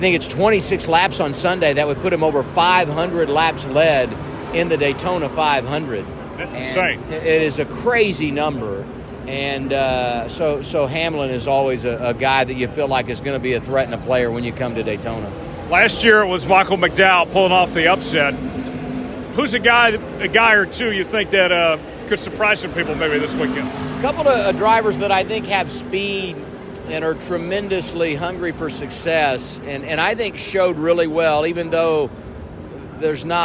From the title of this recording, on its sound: LIVE from Daytona